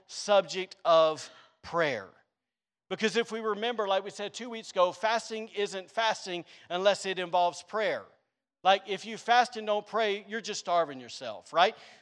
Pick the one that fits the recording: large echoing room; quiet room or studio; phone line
large echoing room